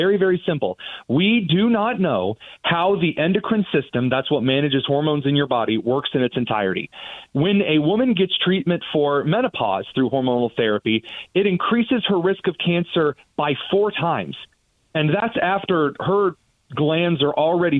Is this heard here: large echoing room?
no